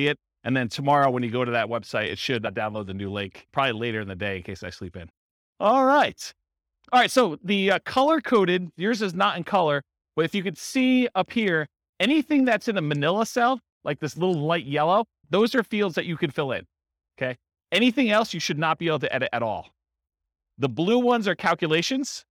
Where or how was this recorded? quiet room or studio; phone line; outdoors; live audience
live audience